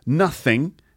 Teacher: although he's Cockney, he does actually pronounce the th sounds